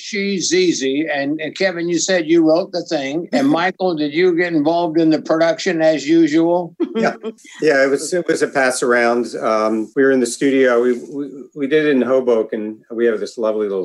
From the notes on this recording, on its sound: While quarantined on opposite coasts. We chatted with the bros via Zoom.